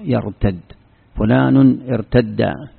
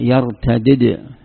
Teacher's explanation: يرتد هذا مدغم، الدال بالدال، تقول يرتد، فلان ارتد. وإذا فككت الإدغام قلت هذا يرتدد، وأتيت بالدال بعد الدال، هذا يسمى فك الإدغام، الإدغام أو فكه.